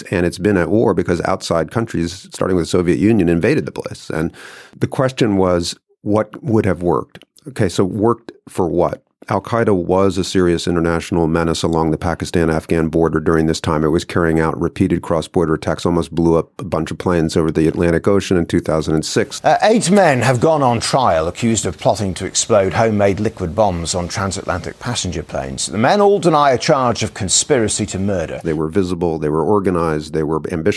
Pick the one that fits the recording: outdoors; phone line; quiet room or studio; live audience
quiet room or studio